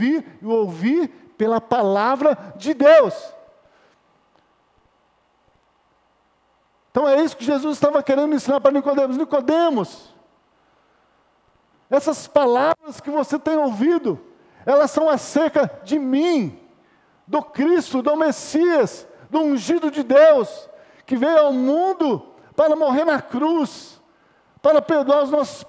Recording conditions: large echoing room